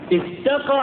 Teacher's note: استقى حرف الالف بالهمزة المقطوعة تحس ان فيه شدة في وقفة كده